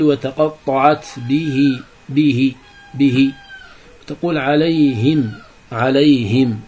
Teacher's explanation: فالهاء لا تضم بل تكسر · Term: كسر الهاء